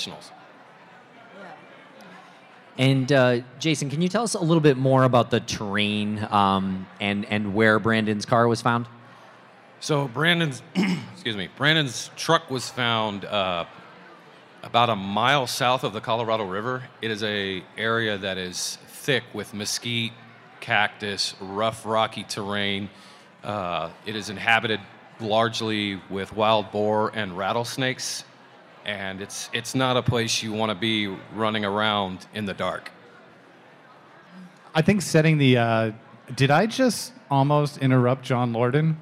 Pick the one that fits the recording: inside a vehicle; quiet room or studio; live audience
live audience